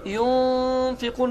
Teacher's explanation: Nun səsini burunda gizlətmək idi. · Term: İxfa